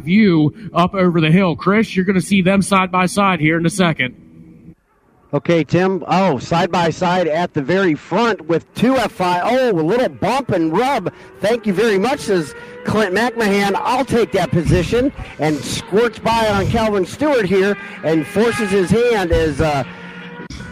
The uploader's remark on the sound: Broadcast the races for the Hoosier Tire SCCA SuperTour Series event held at VIRginia International Raceway in Alton, Virginia. VIR is a multi-purpose road course offering professional and amateur auto and motorcycle racing, as well as a wide range of track events.